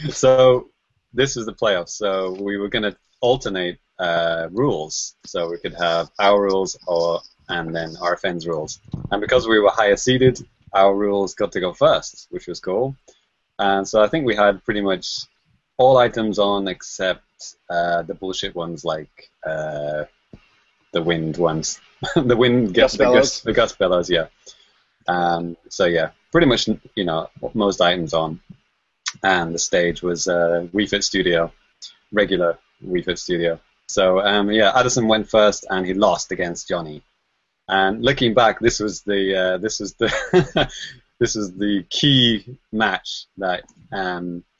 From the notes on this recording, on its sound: Recorded on Google Hangouts On Air live